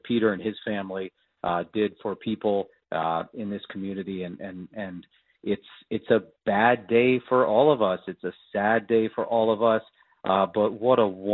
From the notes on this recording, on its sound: more phone calls.